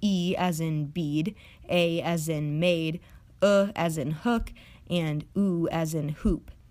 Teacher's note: Some vowels, for example, are high vowels, where the tongue is positioned closer to the roof of the mouth